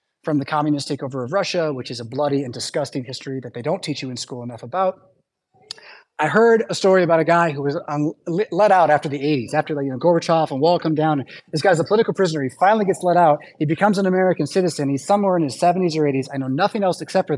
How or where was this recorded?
large echoing room